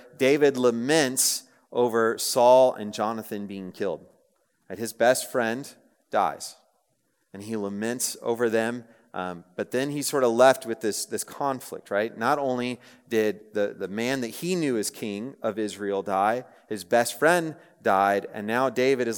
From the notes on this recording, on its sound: Message preached on April 20, 2023 at a Thursday Night Gathering of Coram Deo College Ministry.